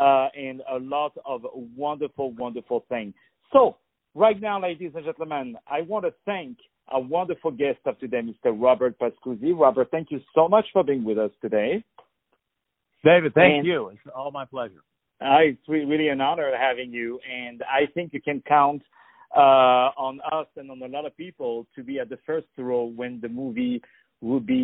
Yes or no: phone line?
yes